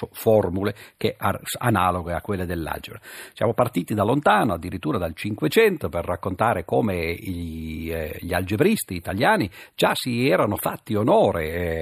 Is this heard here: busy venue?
no